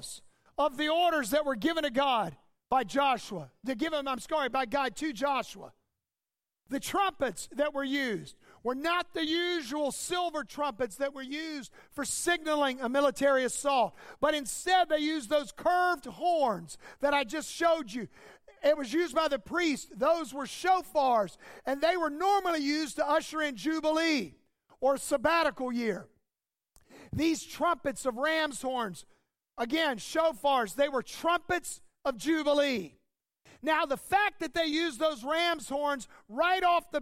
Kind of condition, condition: setting, large echoing room